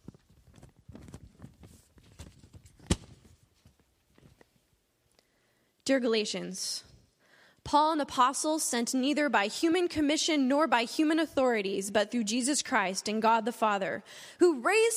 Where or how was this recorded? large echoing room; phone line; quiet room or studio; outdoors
large echoing room